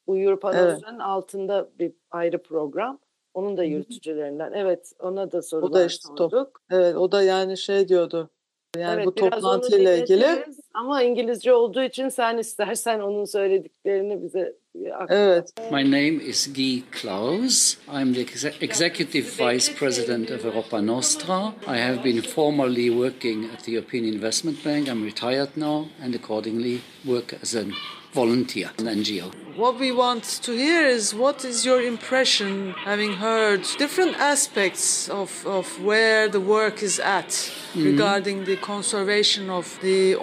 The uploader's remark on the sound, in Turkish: Büyükada Rum Yetimhanesi İzleme Toplantısına büyük ilgi. Ayaküstü bir kayıt yapma fırsatı elde ettik, bir iki soru sorduk.